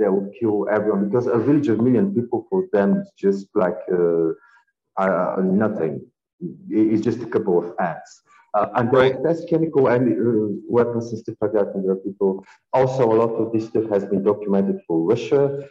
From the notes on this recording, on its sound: I apologize for the rough audio on this episode, i cleaned it up as much as i could.